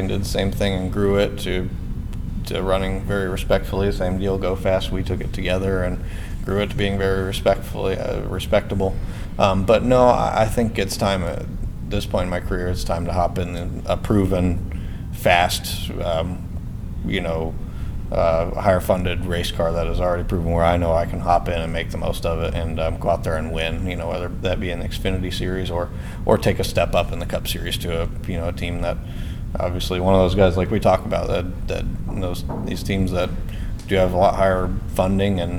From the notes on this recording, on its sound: This was recorded at Indianapolis Motor Speedway's media center in a side area with only three other media members, and is the only audio copy of the interview known.